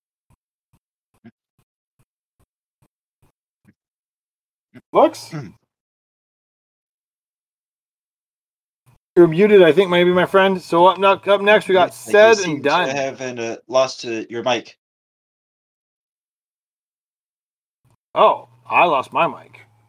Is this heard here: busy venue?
no